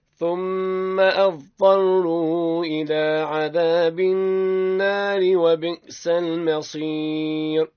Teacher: تفخيم الصاد مع ترقيق الراء